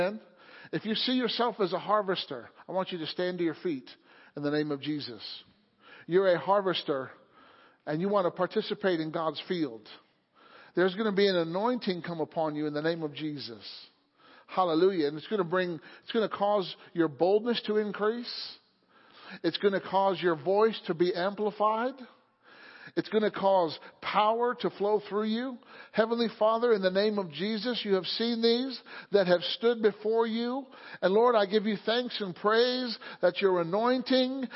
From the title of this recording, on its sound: Sunday Morning Service